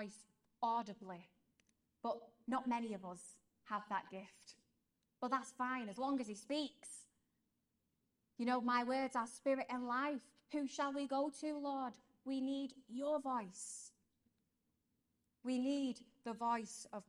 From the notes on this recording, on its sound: This episode is a live-talk that was given to young adults